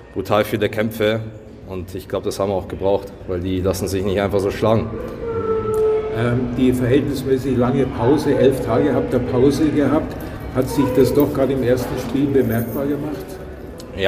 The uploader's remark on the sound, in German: Live-Reportage von Viertelfinal-Spiel 3 zwischen München und Bremerhaven. Gehen wir in Viertelfinal-Spiel 3, im Rahmen dessen diese Folge entstanden ist.